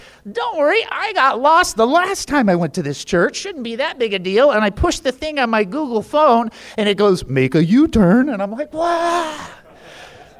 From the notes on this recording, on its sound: Keynote speaker at KPRZ's 12th Annual Pastors Appreciation Luncheon in San Diego, CA. Where he shared this message with community leaders and Pastor's.